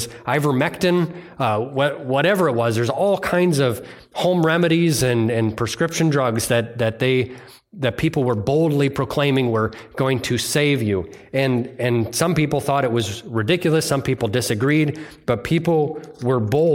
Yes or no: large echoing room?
yes